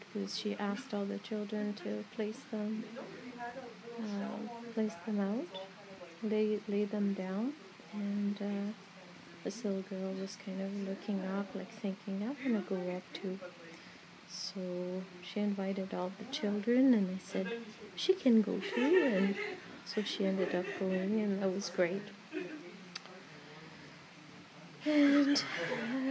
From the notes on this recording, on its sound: Just some thoughts sitting outside the Walking with our Sisters memorial, lodge, exhibition at Algoma University's Shingwauk Auditorium